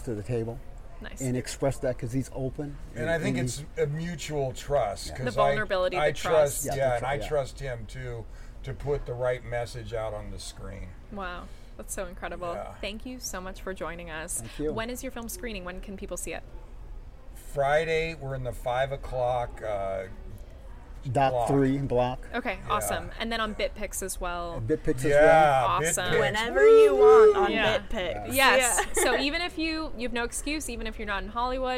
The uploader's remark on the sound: HollyShorts LIVE. We are live, on-location at the TCL Chinese Theatre for the 19th annual Oscar Qualifying HollyShorts Film Festival , as the official podcast partner.